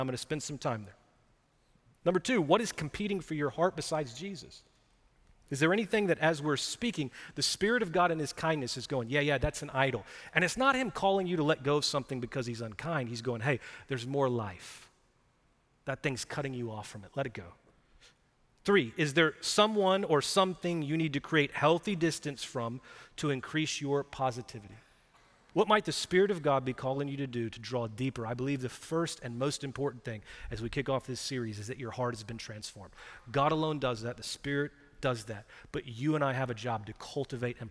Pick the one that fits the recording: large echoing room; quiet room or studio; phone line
large echoing room